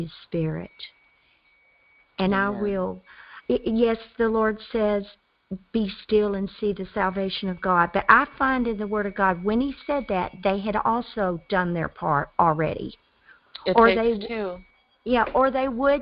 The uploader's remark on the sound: Phone/Internet Prayer Conference Call